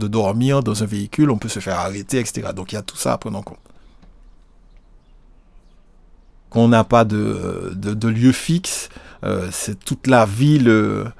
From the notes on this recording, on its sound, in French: Campement Sonore, c’est ce dispositif de recherche et de créations, sorte de bureau d’enregistrement mobile, qui nous permet de nous installer devant les bains-douches plusieurs jours ou semaines durant.